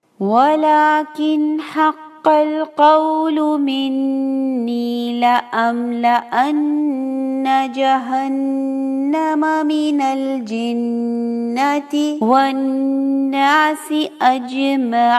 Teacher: جہاں پر بھی نون آ رہا ہے تشدید کے ساتھ وہاں پر ہم غنہ کریں گے، دو سیکنڈ کا ہولڈ دیں گے ناک میں